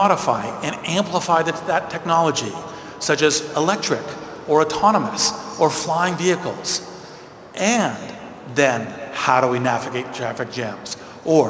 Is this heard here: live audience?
yes